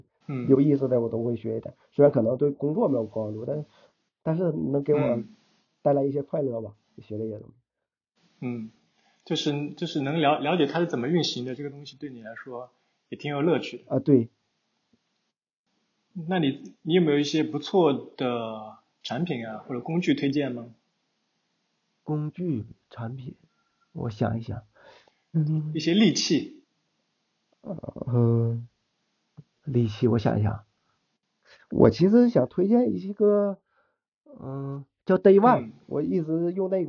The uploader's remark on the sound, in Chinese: 由于录音上出了点小问题，效果上有所欠缺，还请多多包涵。